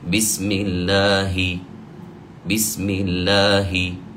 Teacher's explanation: ونحرص على نبين الكسر في حرف الهاء